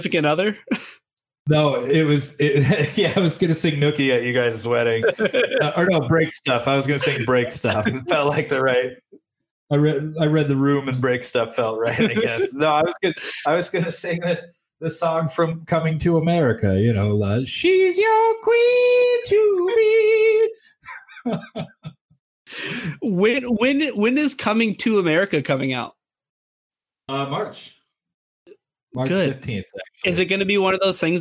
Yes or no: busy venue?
no